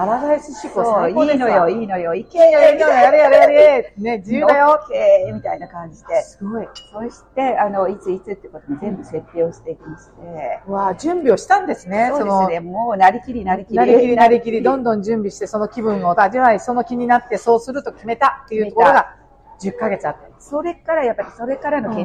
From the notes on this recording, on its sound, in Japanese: カフェでの収録のため聞きずらいところがございますが、何とぞご了承ください。